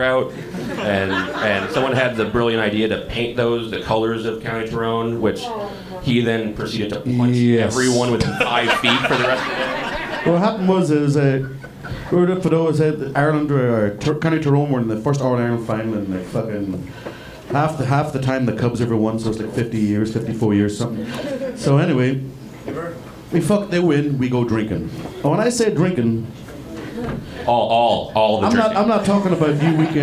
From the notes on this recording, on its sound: Galway Bay is the best damn bar in Chicago. Sit down at the live show to answer questions (from our live audience).